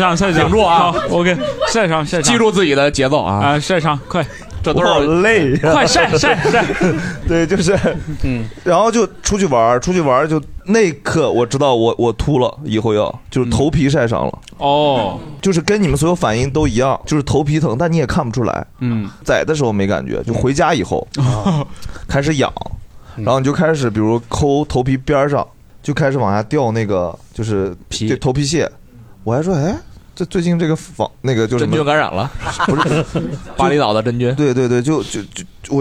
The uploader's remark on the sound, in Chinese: 这是一档由喜剧演员们和现场观众朋友们共同录制的播客节目